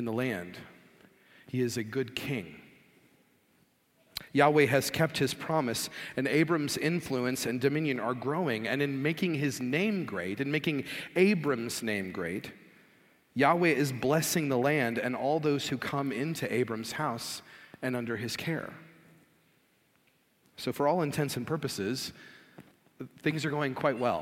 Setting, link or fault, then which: setting, large echoing room